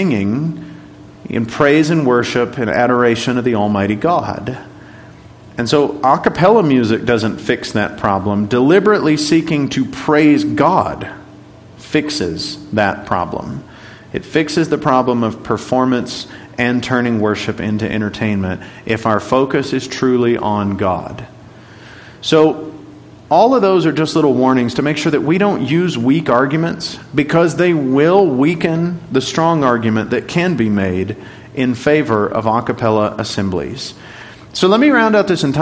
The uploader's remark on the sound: Class Recording